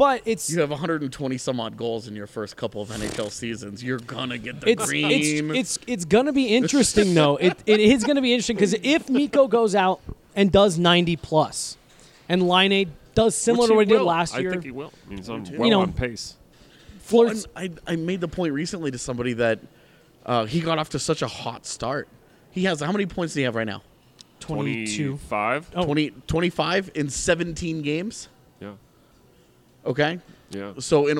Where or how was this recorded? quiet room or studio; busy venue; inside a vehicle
busy venue